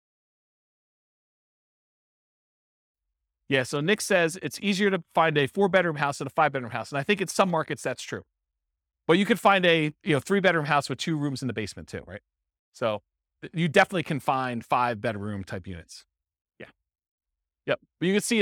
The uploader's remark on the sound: This was a live class recorded